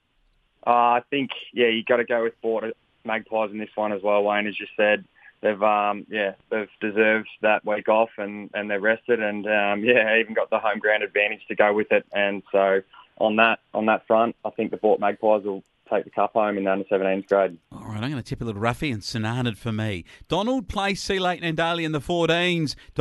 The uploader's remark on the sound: Phoned in to report. On this week's Flow Friday Sports Show.